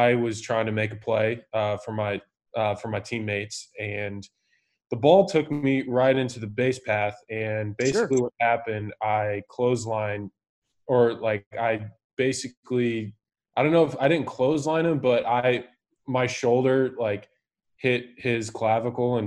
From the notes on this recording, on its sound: Zoom'd with one of the biggest names in MLB